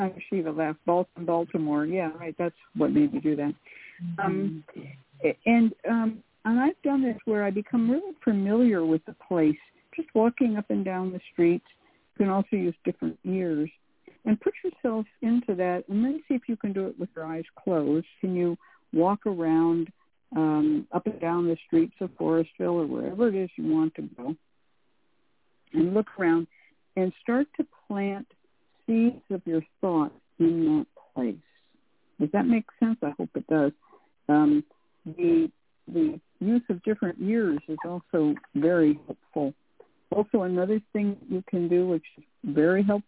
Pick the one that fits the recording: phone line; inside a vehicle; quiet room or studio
phone line